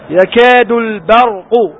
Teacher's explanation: ويحذرك من تفخيم باء في كلمة برق، فلا تقول باء برق، خطأ، باء، باء ليست من اللغة العربية، باء، الباء هي من اللغة العربية، برق باطل.